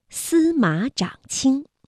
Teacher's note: 马读21，不读214了。长也读21 · Term: 变调